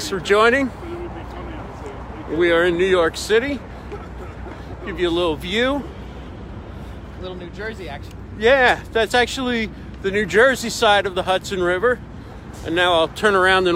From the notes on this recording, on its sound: Walking in downtown NYC with the New York City Video Mastermind